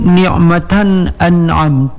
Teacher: tanwin bertemu dengan alif, tidak didengungkan karena di sini dengan idhar halqi